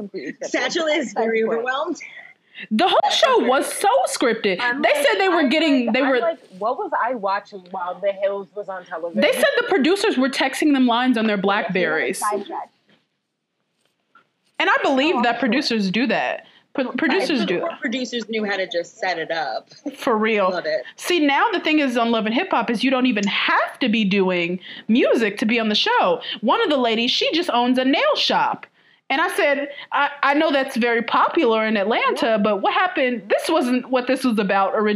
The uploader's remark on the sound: We SINCERELY apologize about the audio issues in this episode! This was recorded months ago and a lot has happened since then.